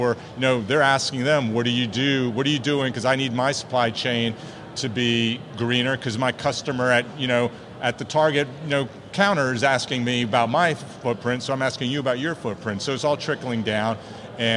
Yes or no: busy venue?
yes